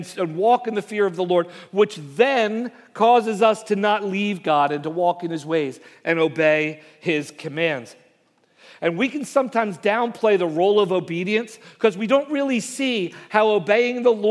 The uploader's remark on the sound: Message Preached at Valley Creek Church